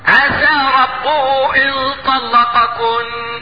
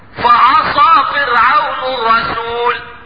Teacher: تبين انفتاح السين من انطباق الصاد